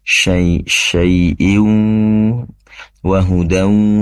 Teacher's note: pastikan dimuncungkan kembali ya bibirnya karena melafalkan waw. Syai'in wa hudan, sama wa hudan muncung.